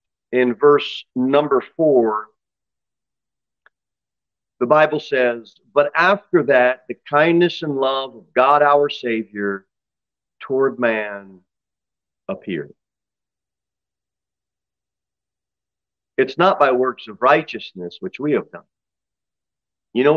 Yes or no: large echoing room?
yes